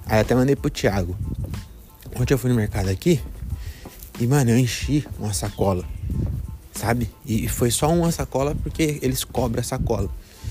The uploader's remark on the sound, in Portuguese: Episódio gravado nas ruas de Belém